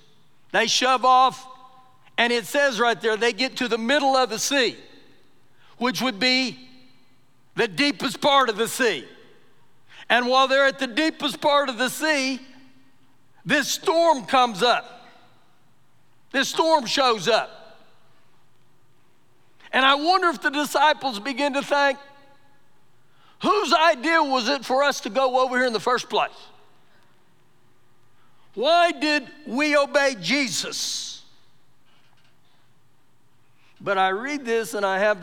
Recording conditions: large echoing room